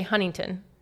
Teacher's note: You don't say T's when you're a Californian.